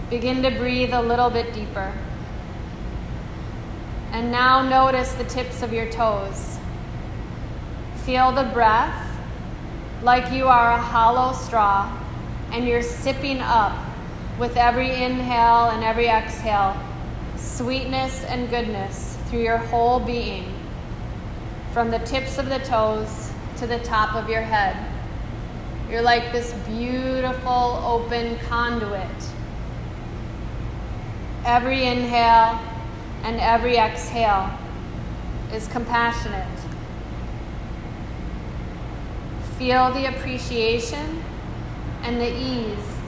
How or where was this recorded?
live audience